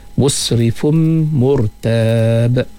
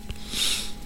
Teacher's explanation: Dengung pada fum baris dua bertemu dengan mim idgham ma'al ghunnah murtab wa qaf dengan qalqalah kubra.